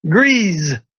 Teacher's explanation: grease is pronounced with an S, but this consonant turns into a Z